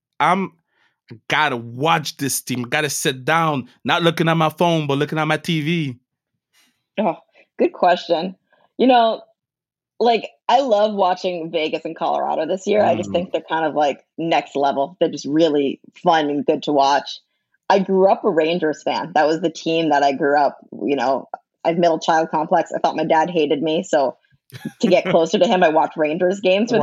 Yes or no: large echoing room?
no